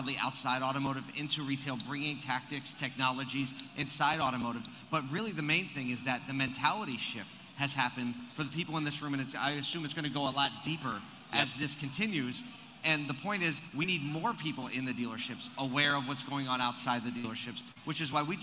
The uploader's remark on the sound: Live From ASOTUCON Monday 2022